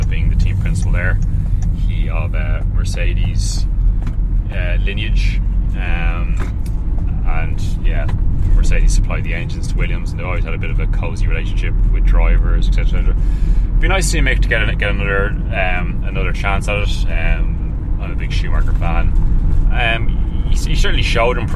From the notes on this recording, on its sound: Behind the Wheel (Of a Citroen Dispatch). This time whilst driving a Citroen van.